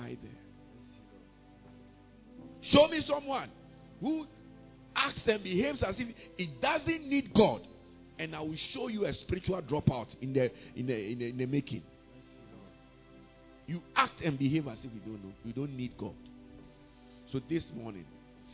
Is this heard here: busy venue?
no